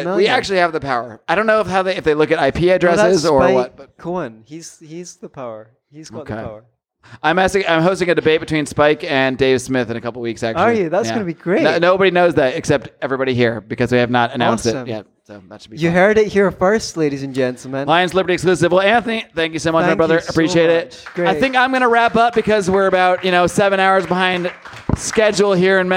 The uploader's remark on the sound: Recorded live at the Sayulita Superspreader in Sayulita, Mexico!